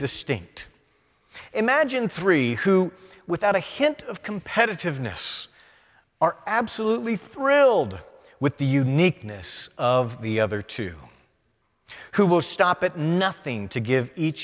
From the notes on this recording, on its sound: presented by Asbury Seminary Kentucky Chapel, recorded on Wednesday, June 14, 2023 at Asbury Theological Seminary's Kentucky campus